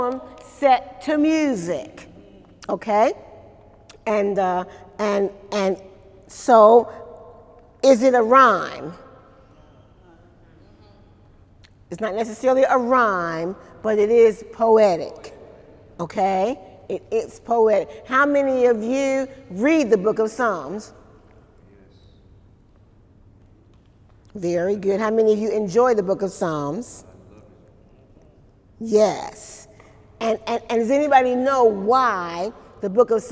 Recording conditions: large echoing room